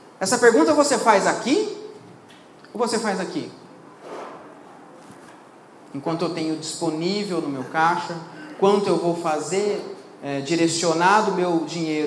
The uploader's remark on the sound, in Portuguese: Mais um trecho que separamos de uma palestra. Para um grupo de empresários.